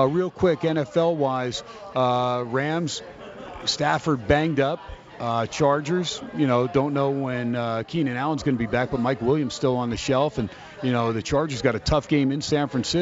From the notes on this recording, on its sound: "Live" from Steiner's Pub in Las Vegas